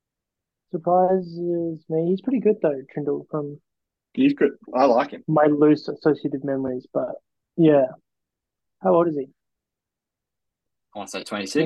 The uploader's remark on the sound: The boys are back after an extended break with their very first zoom podcast.